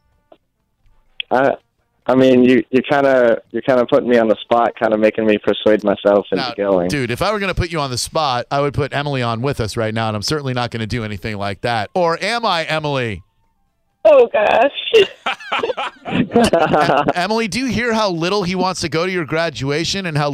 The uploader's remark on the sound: Phone-A-Friend. LIVE.